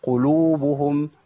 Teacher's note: عندي الكلمة كلها مضمومة، ما قولش قلوبهم، لابد من هيئة الضم تبقى ثابتة معايا